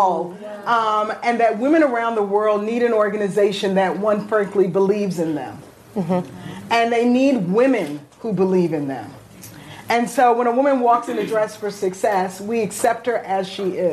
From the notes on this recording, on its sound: No Limits brings you our first episode recorded in front of a live audience in Manhattan, New York at the Overarching Success Power Lunch.